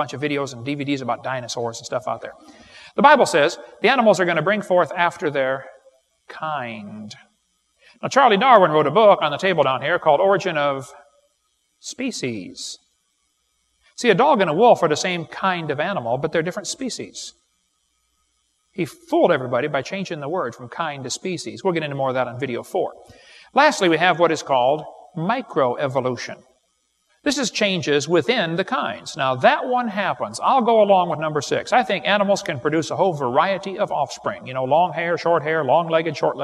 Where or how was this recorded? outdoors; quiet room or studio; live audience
live audience